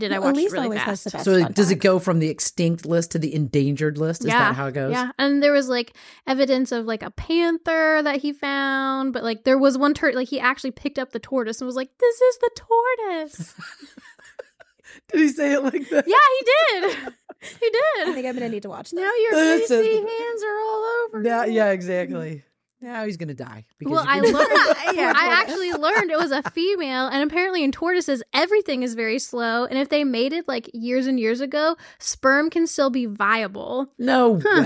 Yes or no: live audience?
no